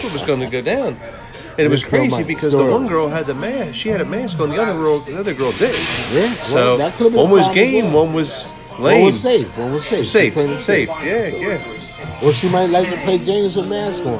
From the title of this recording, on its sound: Live from da firkin tavern